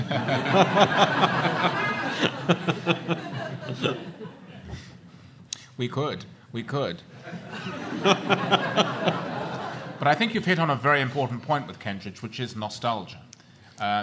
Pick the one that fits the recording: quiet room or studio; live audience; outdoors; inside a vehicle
live audience